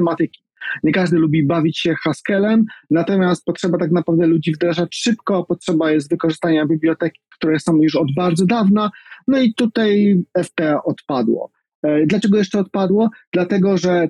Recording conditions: video call